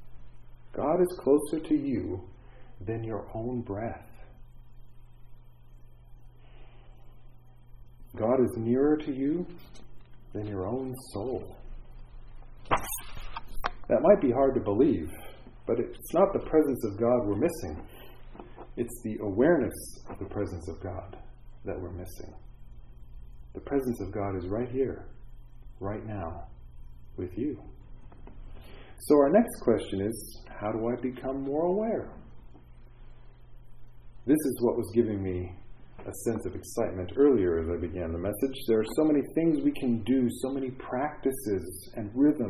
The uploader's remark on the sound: This is the audio of the Sunday morning chapel service for Sunny View Manor